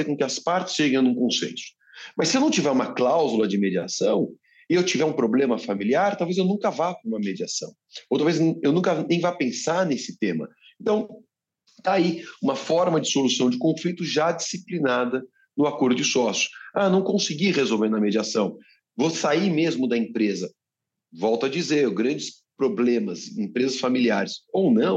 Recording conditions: video call